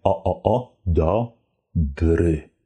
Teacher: The o is very open.